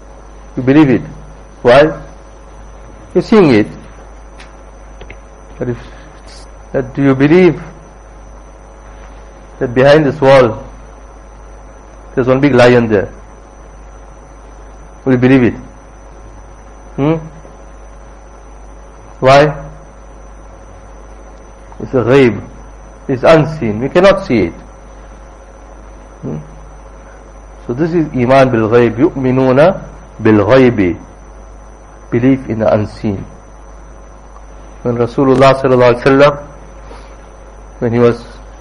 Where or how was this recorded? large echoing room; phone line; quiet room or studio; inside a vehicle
large echoing room